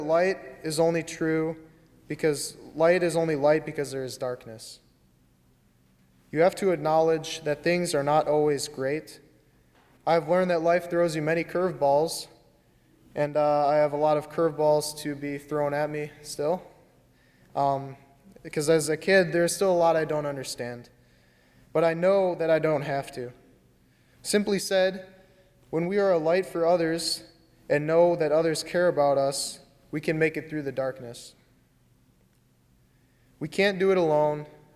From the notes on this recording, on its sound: during the 10:30 AM Finding Grace service on Sunday February 23, 2020 as part of Youth Sunday, at First Presbyterian Church of Arlington Heights, Illinois